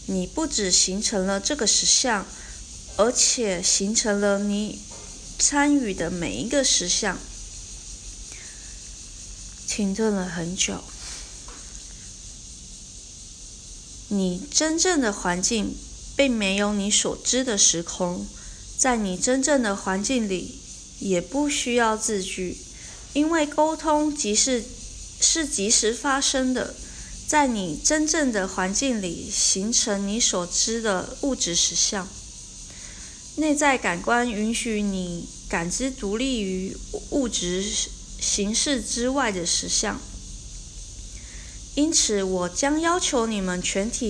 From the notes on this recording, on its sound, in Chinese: 今天的背景聲音是蟬鳴，原來今天錄音剛好是夏至。